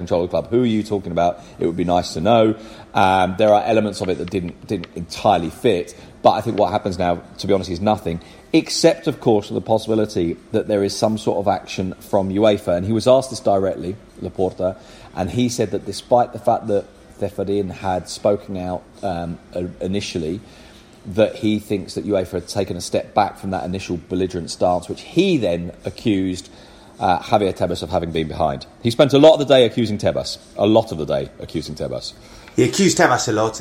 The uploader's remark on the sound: In Madrid. In Barcelona. Record in a hotel lobby this week, so there's a little bit of background noise.